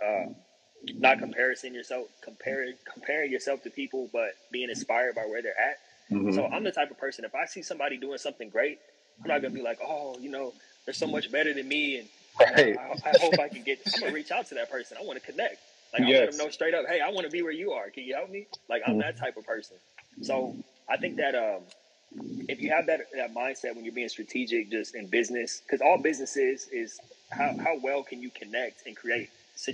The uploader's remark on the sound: Instagram Live